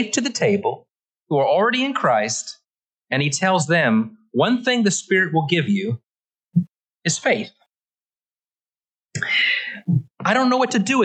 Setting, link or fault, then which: setting, large echoing room